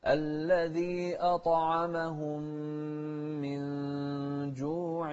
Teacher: شوف الطاء ساكنة وهي مفخمة أيضا ومقلقلة